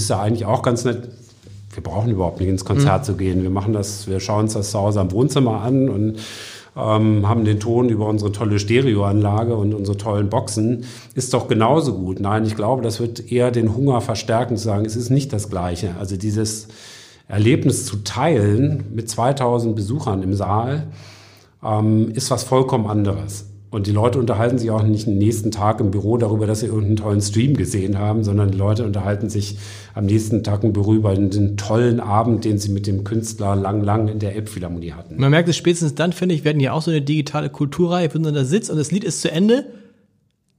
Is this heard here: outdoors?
no